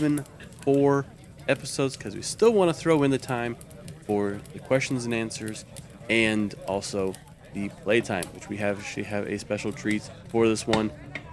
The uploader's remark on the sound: Background tavern sound by Syrinscape